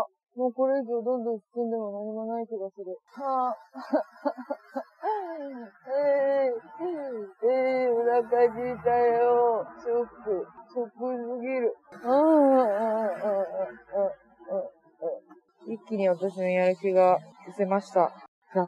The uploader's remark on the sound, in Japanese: お散歩しながらの収録のため聞き取りづらい場面があると思いますがご了承願います